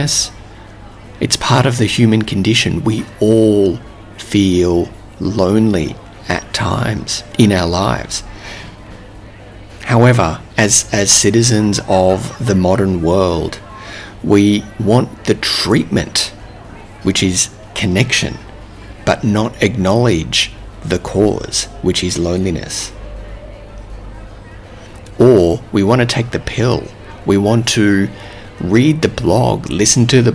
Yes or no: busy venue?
yes